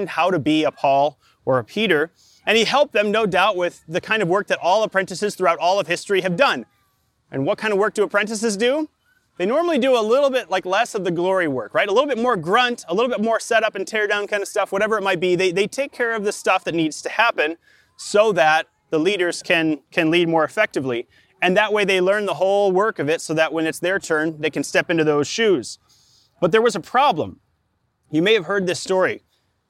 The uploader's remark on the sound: Delivered live in the park, at Capital City Church, in St. Paul, MN.